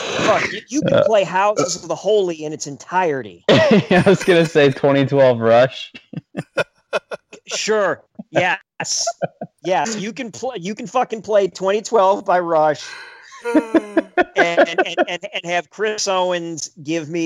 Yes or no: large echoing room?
no